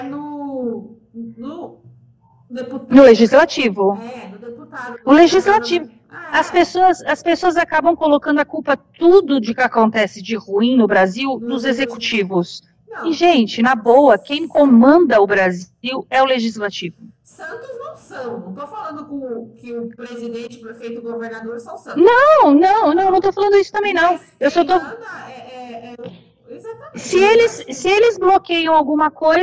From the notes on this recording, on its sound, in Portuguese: DESCULPEM PELA QUALIDADE DO AUDIO.